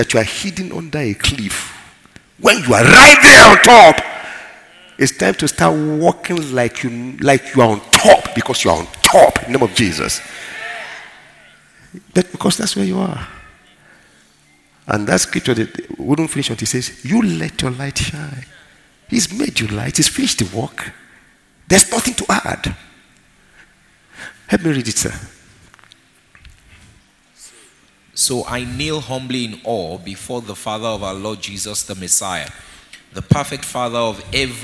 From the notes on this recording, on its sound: Ministering during Word Explosion Conference on 21-04-2019 (Easter Sunday).